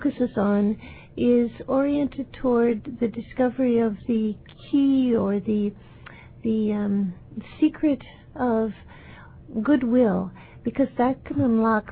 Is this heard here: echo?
no